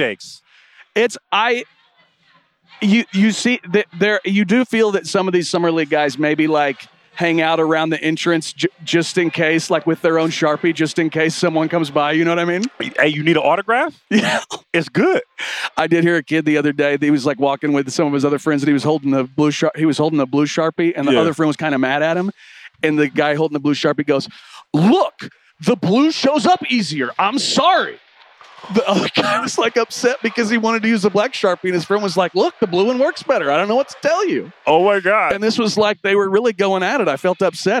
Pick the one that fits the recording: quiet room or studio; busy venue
busy venue